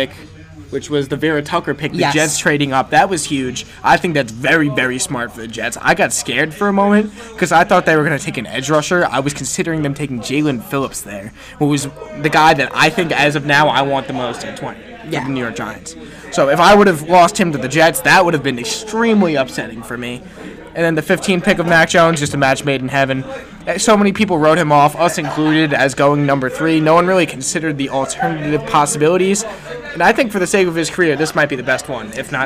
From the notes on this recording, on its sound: We recorded this episode LIVE during the NFL draft from the basement of my dorm in Wiley Hall at Purdue University where we could get live reactions to draft picks.